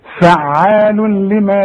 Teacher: يعني تنوين معانا فعال اهو، مش التنوين اهو، ما ده تنوين فعال وبعده لام، يحصل ادغام. ادغام كامل بدون غنة. وننطق مع بعض الكلمة دي، فعال لما، شوف، فعال لما يريد، شوف، فعال لما، ما فيش غنة.